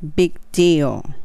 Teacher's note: not big deal ですね。big deal この場合 deal っていうのが結構難しいと思うんですね。d, d っていうのと o, o 歯の上裏にえ歯の裏そうやね歯の裏にベロを当てて音が止まる感じですね。deal になります。It's no big deal. big の G はちょっと弱めで big deal になります。